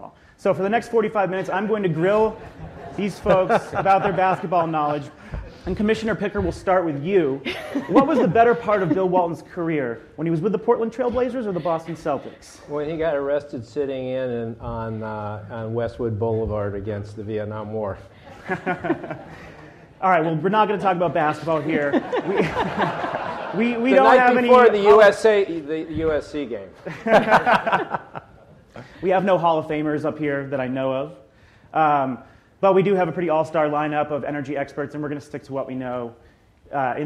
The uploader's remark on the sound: In this week’s podcast, we’re live at Greentech Media’s Solar Market Insight conference.